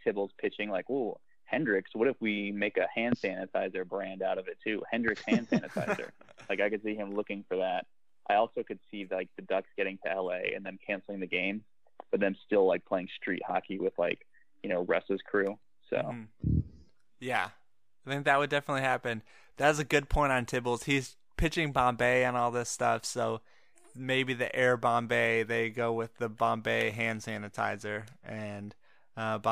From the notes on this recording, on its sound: the podcast turns into more of a conference call